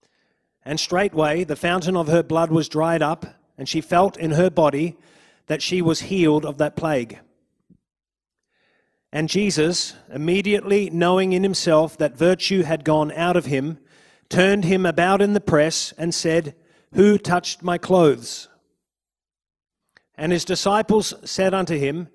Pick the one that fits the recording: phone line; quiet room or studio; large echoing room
large echoing room